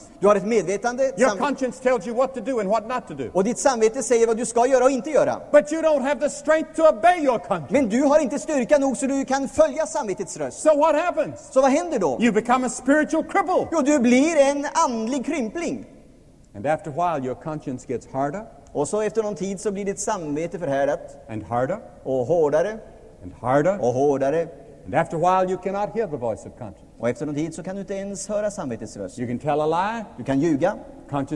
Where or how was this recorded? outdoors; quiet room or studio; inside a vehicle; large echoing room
large echoing room